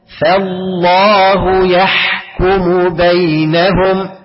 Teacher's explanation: فالله الفاء مرققة بعض الناس بتفخمها عشان خاطر لم اسم الجلالة مفخم تقول لك فالله فا لا فا أي فالله بص فا فالله